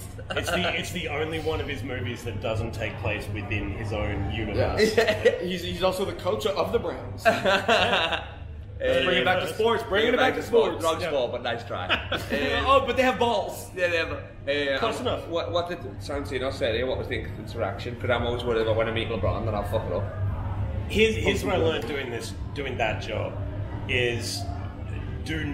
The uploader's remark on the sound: Live from Fringeworld. Courtside Karens in Perth.